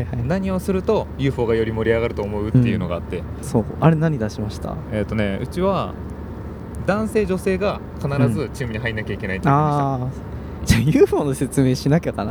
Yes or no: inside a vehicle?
yes